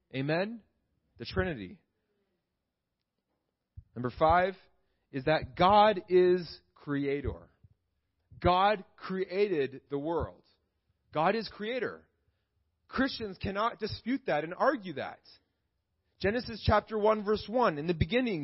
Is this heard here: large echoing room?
yes